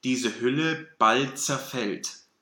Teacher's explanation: Yeah. But when it's a T in front of the Z, the letter Z, let's say a phonetic T before the TS, then we can assimilate it, right? We can implode the T or however you want to say it.